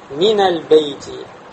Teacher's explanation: в слове мин, то есть в этом предлоге, у нас исчез сукун, и на его место пришла фатха, пришел харакят. Почему? Потому что мин, нун у нас сакина, заканчивается на сукун, а слово аль-бейт тоже начинается с сукуна, то есть с ляма.